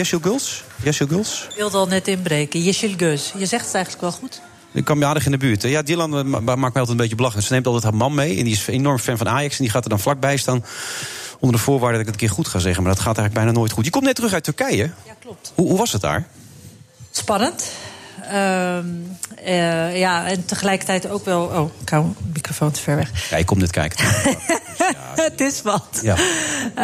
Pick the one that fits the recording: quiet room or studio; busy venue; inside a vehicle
busy venue